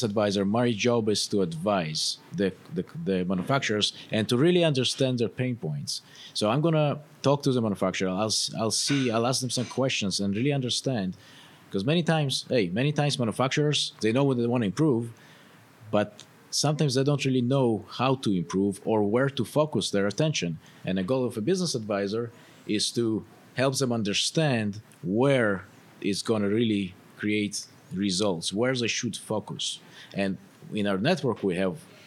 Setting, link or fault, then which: setting, busy venue